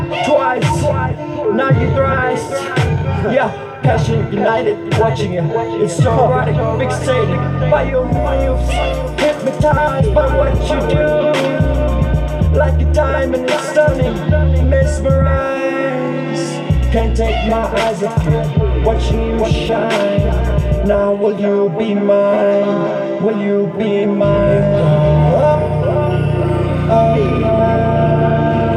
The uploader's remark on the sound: My first time in an actual studio, This is a recording from my phone of the studio speakers.